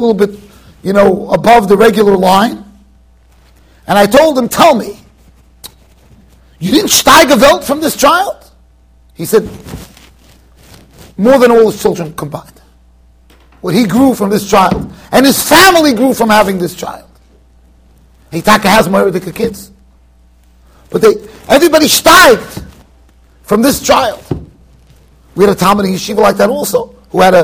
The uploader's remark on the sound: Shiur recorded in Yeshivas Ohr Reuven, Monsey NY.